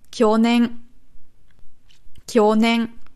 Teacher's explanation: Nicht hoch runter, sondern runter hoch.